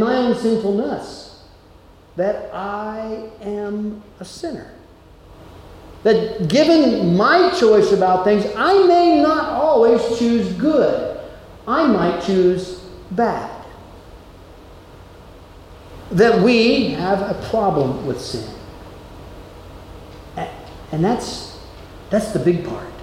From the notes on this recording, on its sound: Delivered at Amity UCC in Meyersdale, PA.